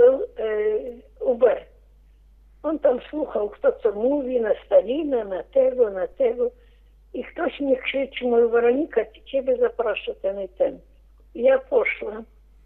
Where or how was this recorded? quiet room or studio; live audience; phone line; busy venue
phone line